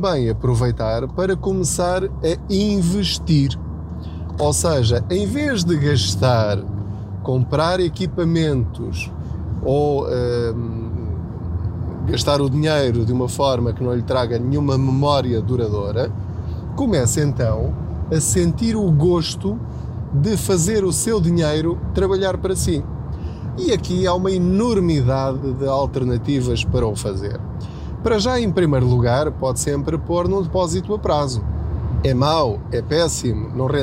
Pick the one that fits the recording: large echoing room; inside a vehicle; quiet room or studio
inside a vehicle